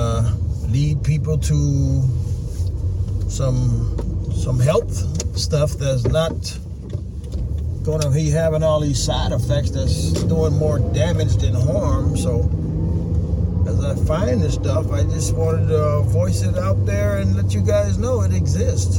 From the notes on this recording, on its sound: From the car episode while running errands on Super Bowl weekend. Please excuse the background noises.